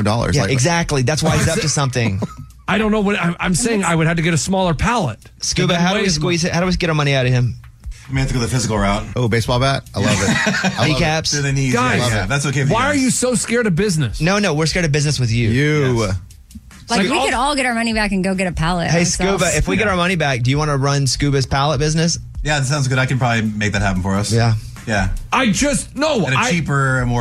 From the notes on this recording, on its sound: he called in to defend himself